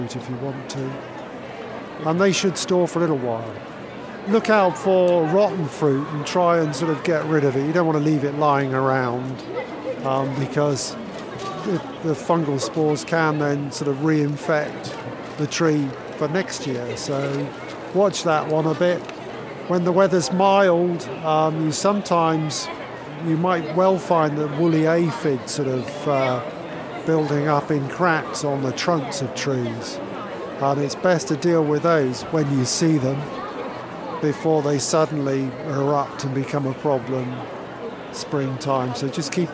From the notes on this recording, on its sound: we're at the RHS London Harvest Festival Show